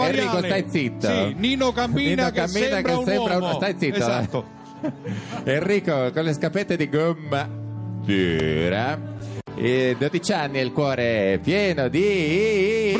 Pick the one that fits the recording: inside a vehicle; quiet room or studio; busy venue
busy venue